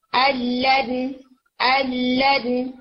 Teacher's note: لام آ رہا ہے، تو یہاں پہ ادغام بغیر غنہ ہے، الن الن، आप इसको अन लन यू नहीं करते, नाक में आवाज नहीं लेके जाते